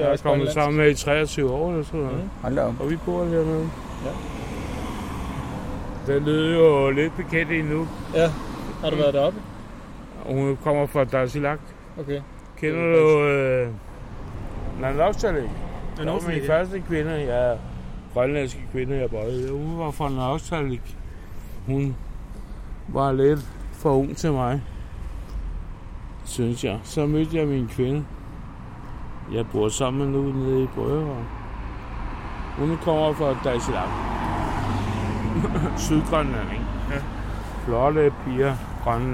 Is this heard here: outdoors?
yes